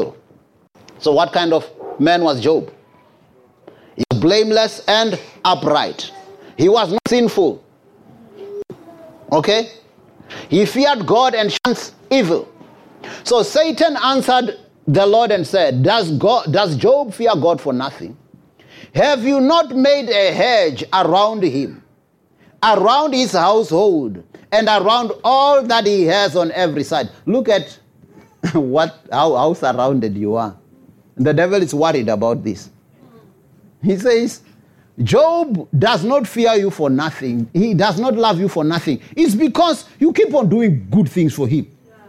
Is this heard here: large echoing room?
yes